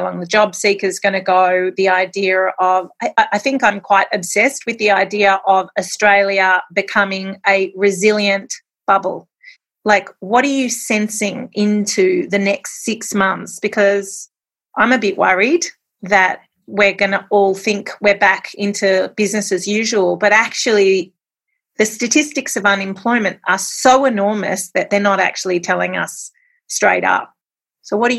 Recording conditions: video call